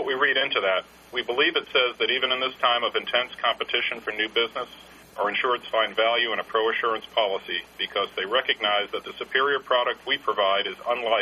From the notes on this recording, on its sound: ProAssurance Earnings Conference Call, First Quarter 2012.